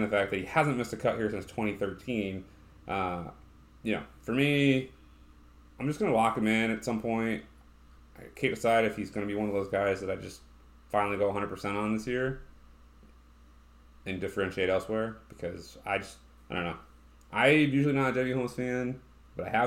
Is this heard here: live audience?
no